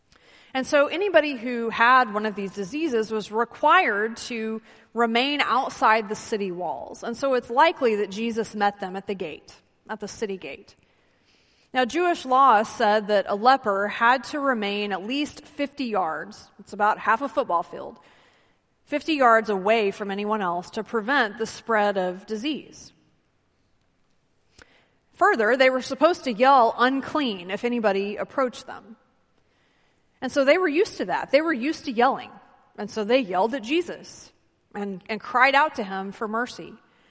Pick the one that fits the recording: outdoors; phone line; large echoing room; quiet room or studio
large echoing room